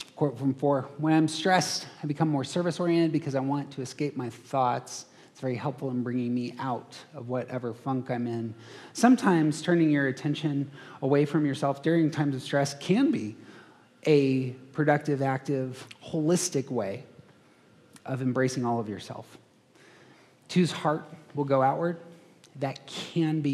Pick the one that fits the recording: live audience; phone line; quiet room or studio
live audience